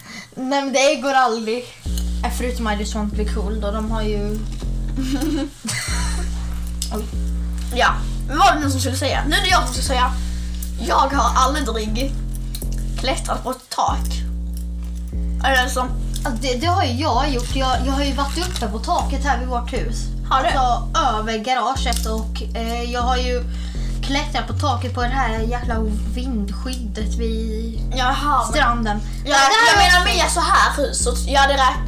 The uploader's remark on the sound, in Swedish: Vi ber om ursäkt för att ljudet kan vara lite dåligt.